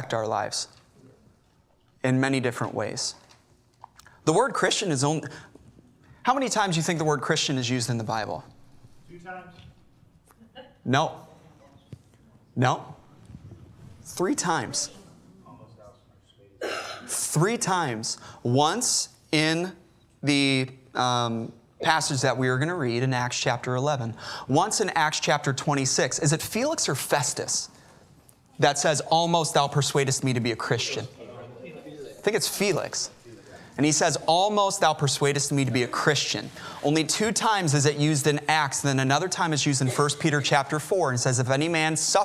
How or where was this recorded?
large echoing room